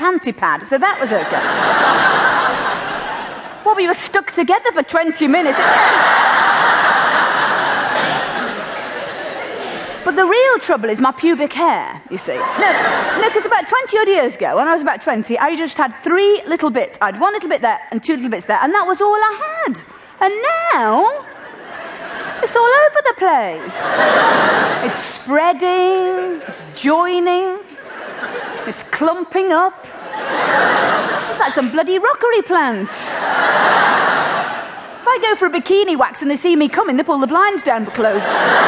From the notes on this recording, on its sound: Recorded during her late 90s UK tour